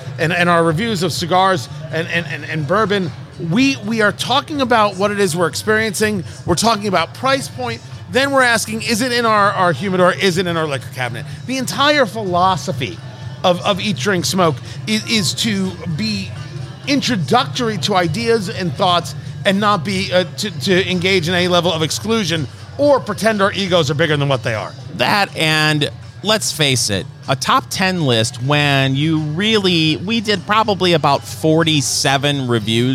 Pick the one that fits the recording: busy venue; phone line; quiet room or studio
busy venue